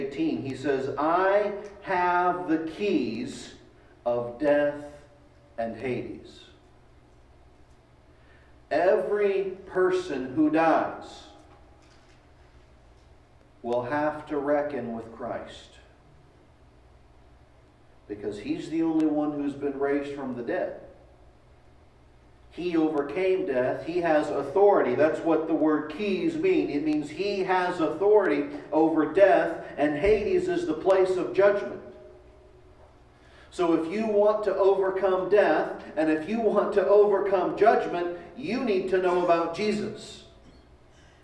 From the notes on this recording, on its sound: Delivered at East Eleventh Street Baptist Church, January 10, 2021